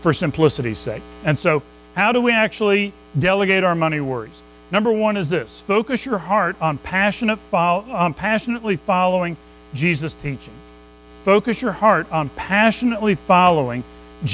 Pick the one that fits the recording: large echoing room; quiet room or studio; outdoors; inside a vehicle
large echoing room